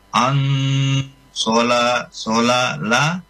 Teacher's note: Nun sukun ketemu shad, ikhfa, ya, ditahan sedikit. An sola la, itu mat tabii dua harakat.